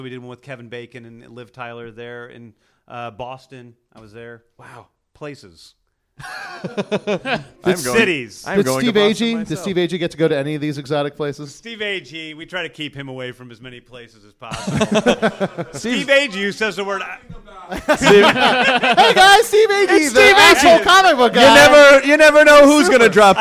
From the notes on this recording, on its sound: Our first live podcast